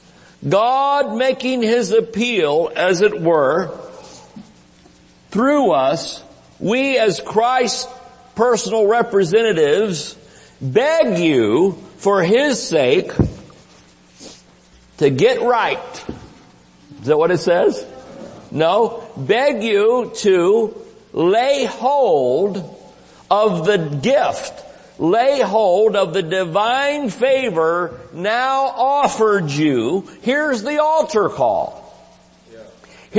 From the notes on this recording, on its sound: Recorded Live at Shining Light Church